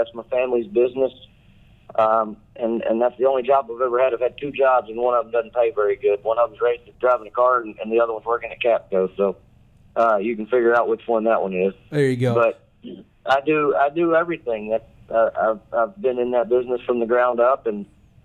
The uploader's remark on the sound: On a phone call with resident NASCAR reporter.